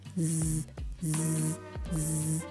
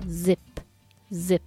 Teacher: の th は the the that this とかで口の形は th と一緒です下の先を上の歯と下の歯で挟んでで音を出すっていう感じですね。っていう音です。で Z の音はさっきの S の音歯の隙間からこう空気を漏らすような S の音の音に音をつけたっていう感じですねもっと空気を震わせて音をつけたっていうのが Z の音です